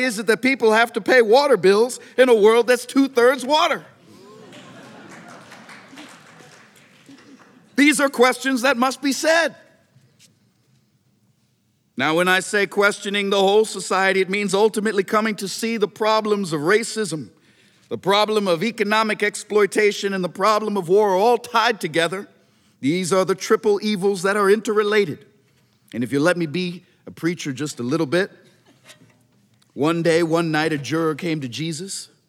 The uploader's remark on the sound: The event was recorded on May 13, 2009 in front of a live audience at New York's 92nd Street Y.